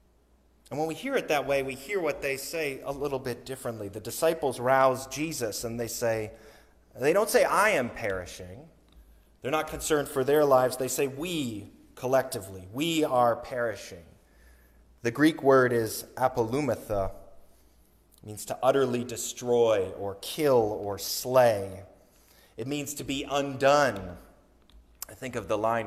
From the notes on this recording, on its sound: Sermon recorded on Sunday, January 29, 2023.